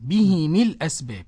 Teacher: قرأ بكسر الهاء والميم